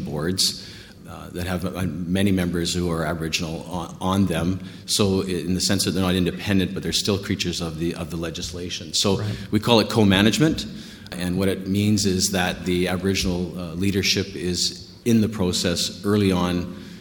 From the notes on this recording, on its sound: Featured is a NWT panel session held at the Canadian Mining Symposium in London in April 2018.